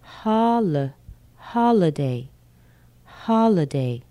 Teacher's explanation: The L is still there, but it's very short.